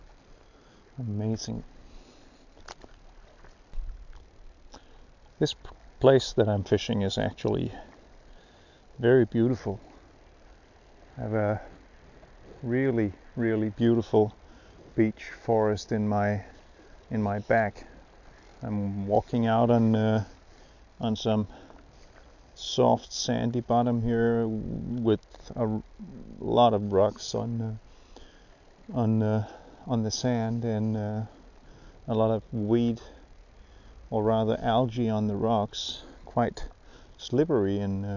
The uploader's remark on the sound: During a trip for sea trout (one caught while NOT recording).